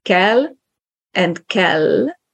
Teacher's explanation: an example of a long consonant, the L, the last sound of the word